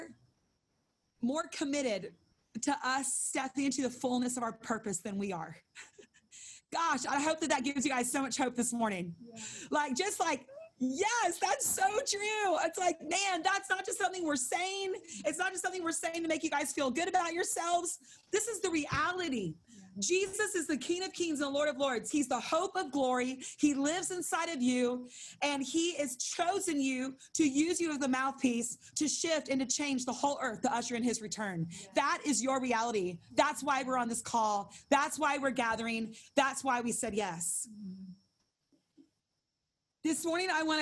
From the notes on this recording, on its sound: held over zoom